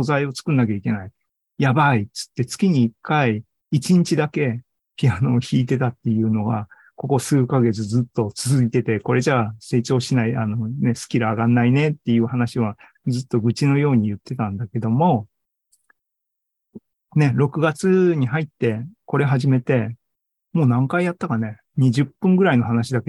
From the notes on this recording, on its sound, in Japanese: ２０２３年６月２４日に開催した ZOOMライブの模様です